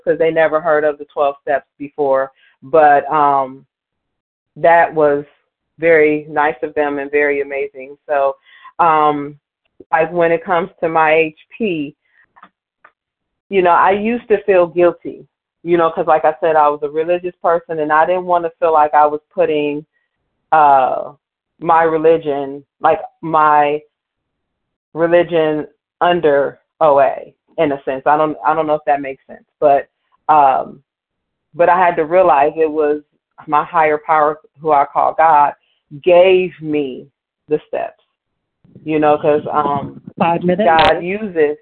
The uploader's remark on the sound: Qualification from the 100 Pounders Phone Meeting.